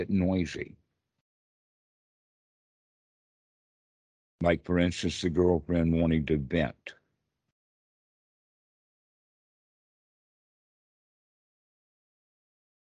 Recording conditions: video call